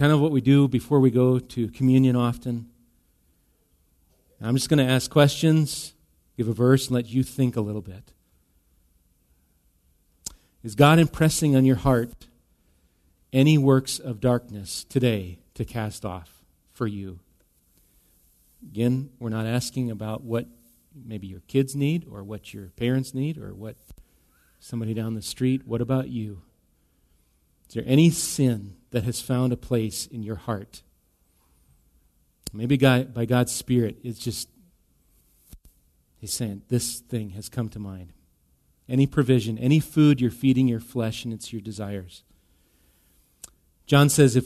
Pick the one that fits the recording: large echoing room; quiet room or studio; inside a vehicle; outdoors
large echoing room